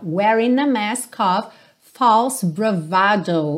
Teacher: Então, wearing a mask, mais uma vez o ing. Já liga o N na próxima palavra, o G não vai ter som